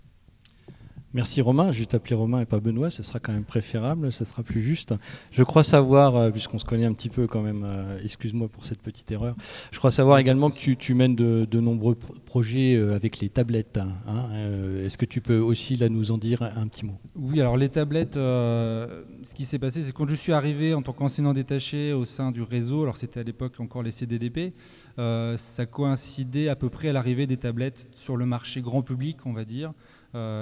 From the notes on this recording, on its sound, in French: émission réalisée en direct de l'atelier Canopé de Chaumont le 3 février 2016